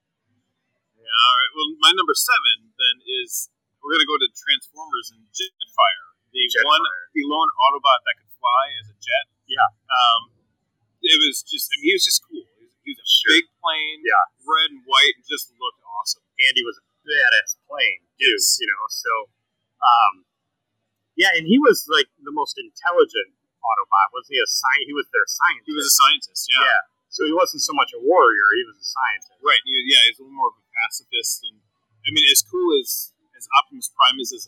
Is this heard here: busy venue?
yes